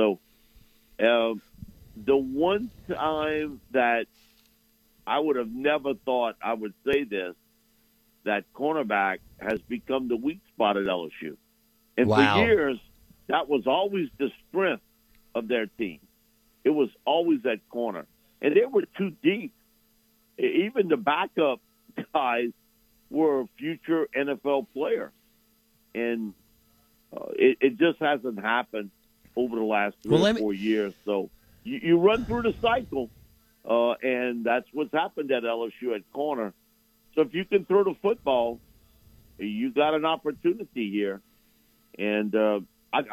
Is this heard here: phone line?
yes